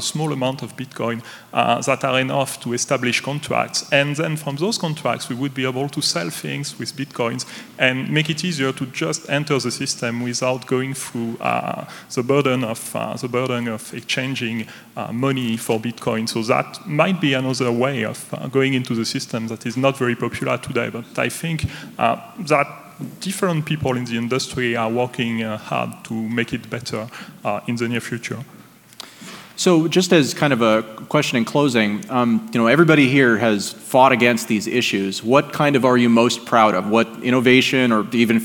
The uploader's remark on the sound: Last month, I put on a suit and headed to San Francisco for the Future of Digital Currency and Blockchain conference. The second panel I moderated at the event. This episode was minimally edited.